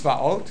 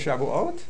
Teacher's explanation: It's got the Tz sound rather than the Sh sound.